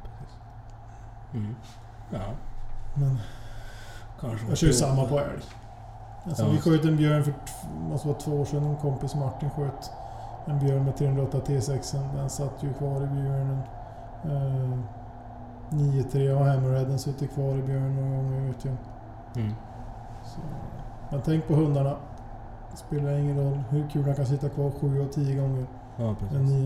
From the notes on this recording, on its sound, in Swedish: Har varit på björnjakt i Jämtland. Hade med sig ljudinspelaren dit så ni kommer få höra intervjuer med björnskyttar och hundförare.